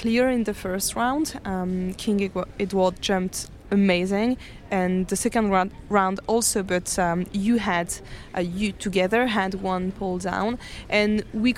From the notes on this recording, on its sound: We're live from the CHI de Geneva, where we're a media partner for the second year! Here is a special one recorded in English.